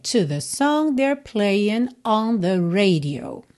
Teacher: Essa terminação ing, em que a letra G não é pronunciada, frequentemente em letras de música, vem substituído ali o G pelo apóstrofo.